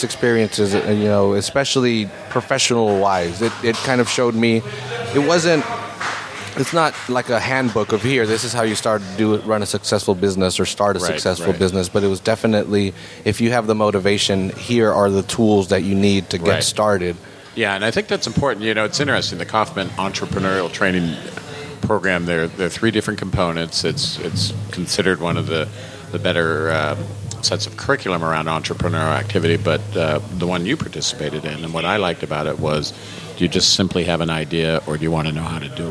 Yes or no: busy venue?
yes